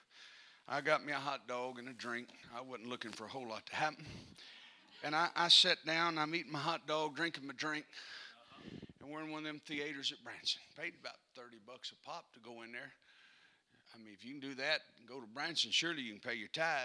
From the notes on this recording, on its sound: Texas District UPCI Superintendent, preached at Calvary on Sunday morning, February 27, 2022.